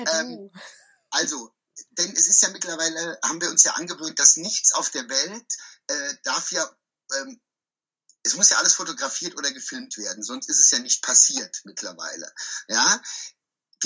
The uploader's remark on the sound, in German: Über Skype und mit deutlich mangelndem Internetz aufgezeichnet. Bitte verzeih uns die wirklich etwas anstrengende Qualität dieses Podcasts.